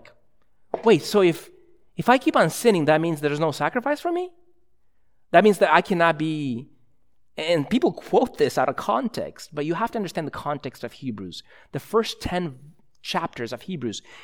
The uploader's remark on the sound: a sermon preached at ILOE Church in Bellevue, WA